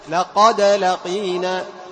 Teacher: القلقلة تبين إظهار الدال. لقد لقينا، تقول لقد لقينا، لقد لقينا، وبعضهم لا يقلقل، لقد لقينا، يكون إظهار الدال ناقصا، فالقلقلة تبين أنك أكملت إظهار الدال.